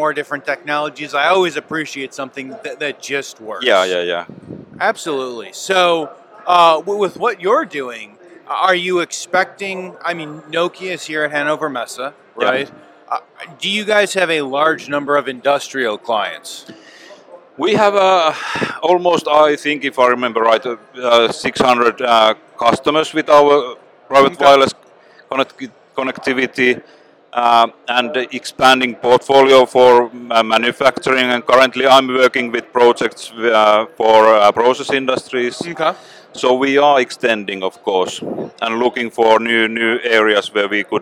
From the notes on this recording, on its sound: Live From Hannover Messe 2023.